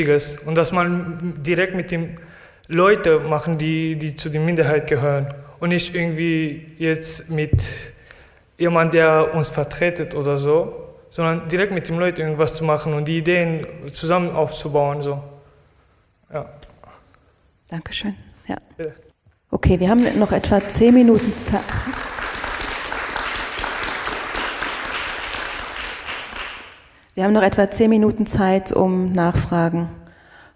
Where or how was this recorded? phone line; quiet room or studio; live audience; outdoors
live audience